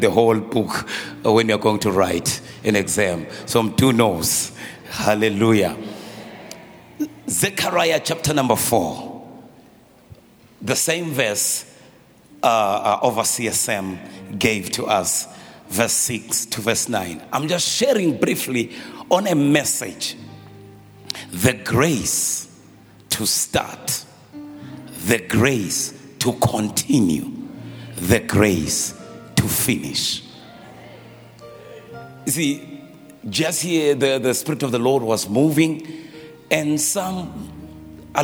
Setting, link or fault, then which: setting, large echoing room